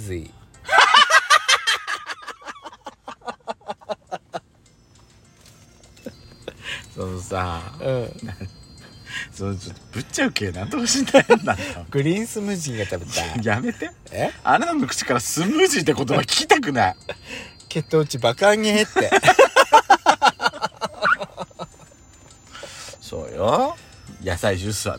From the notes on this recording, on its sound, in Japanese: パーキング収録